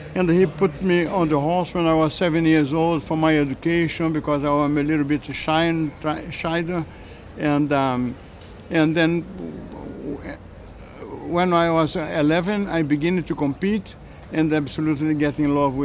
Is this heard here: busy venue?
yes